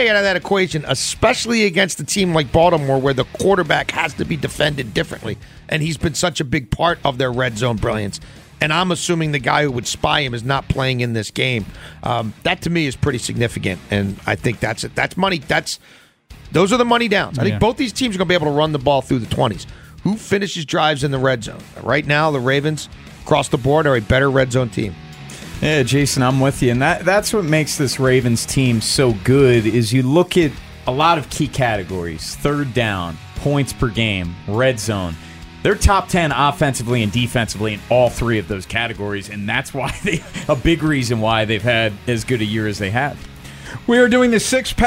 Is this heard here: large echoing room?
no